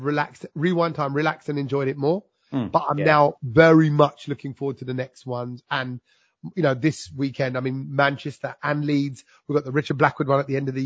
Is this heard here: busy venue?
no